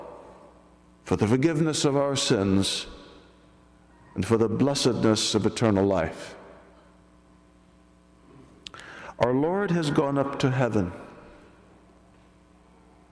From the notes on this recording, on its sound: This audio is made by a lay person at Assumption Grotto Church with permission of the pastor.